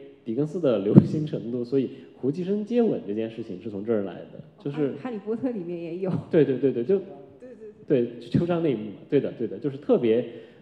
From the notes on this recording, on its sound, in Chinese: 艺述电影在艺海剧院小剧场举办了一场迎新活动。以下是讲座现场的音频录音。